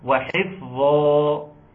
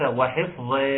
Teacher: لو هقف الظا مفخمة والألف يكون مفخم · Shown in: first take · وحفظا وليس وحفظ، لا ظا وحفظا.